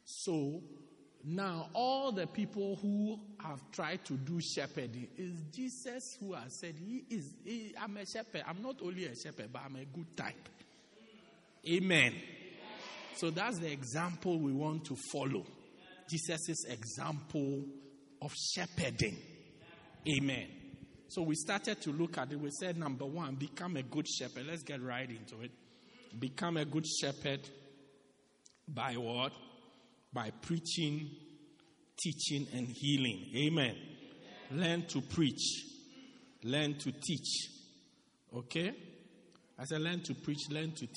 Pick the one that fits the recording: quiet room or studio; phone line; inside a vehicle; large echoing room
large echoing room